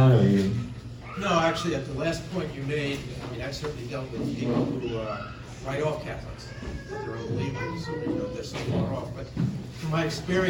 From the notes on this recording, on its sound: Lunchtime Q&A of the Interpreting the Bible Seminar